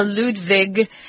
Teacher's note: In German, they don't pronounce W like W, it's V, V.